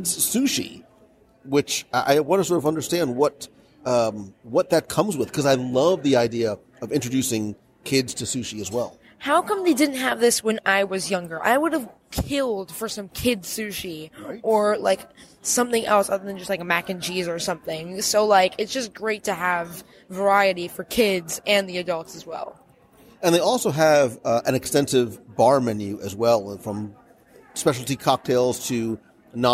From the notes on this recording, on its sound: Kona Cafe Lunch Live Dining Review. This week, I invite you to pull up a chair for a live dining review as we sample a lot of a lot of the lunch offerings.